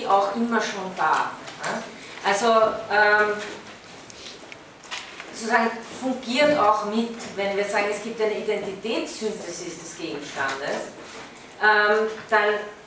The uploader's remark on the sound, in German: von Studierenden aufgezeichnet